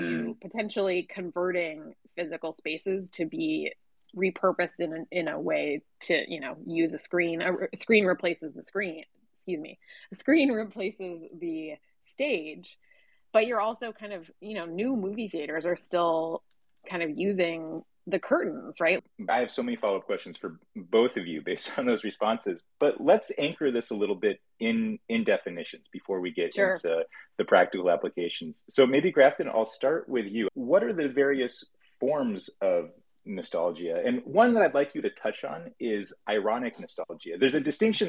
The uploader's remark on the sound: we hosted a Twitter Space